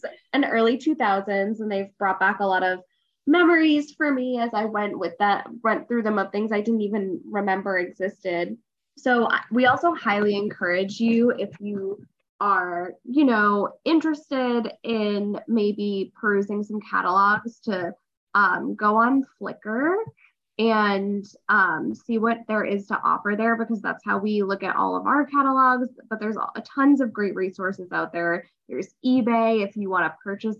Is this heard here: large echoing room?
no